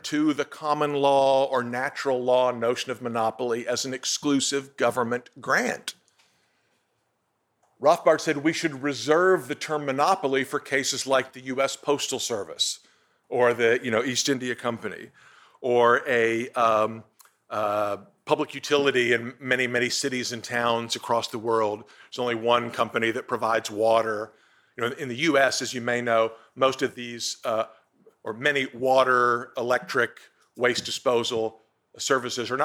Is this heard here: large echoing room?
yes